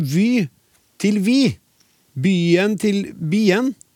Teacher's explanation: I noen dialekter så er y-en mer utsatt for å eh, bli uttalt som en i-a.